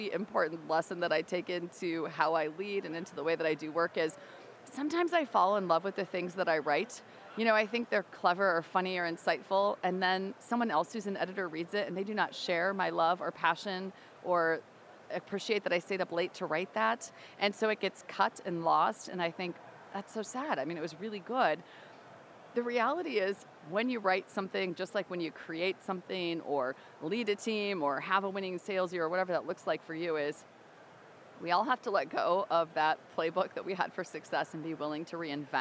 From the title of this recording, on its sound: live from IIEX in Austin, TX